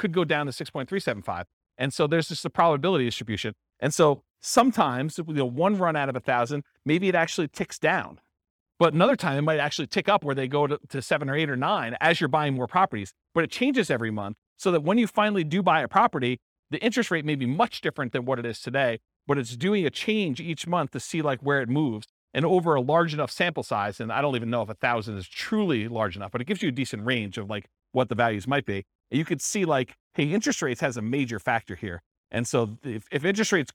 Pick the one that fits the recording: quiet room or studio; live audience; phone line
live audience